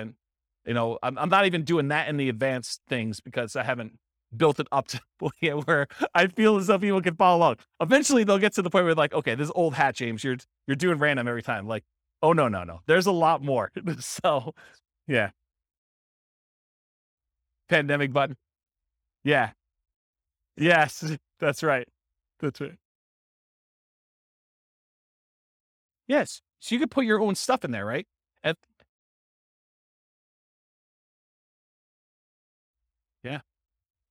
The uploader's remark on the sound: This was a live class recorded to give investors a solid overview of the house hacking real estate investing strategy. Live in-person version.